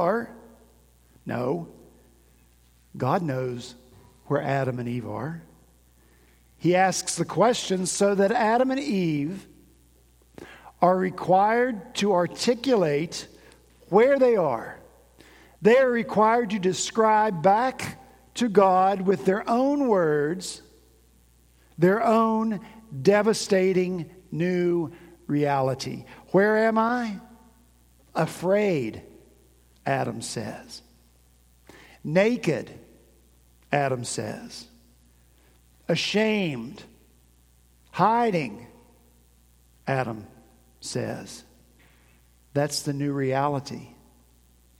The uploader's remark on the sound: At Redeemer Presbyterian Church in Charleston, SC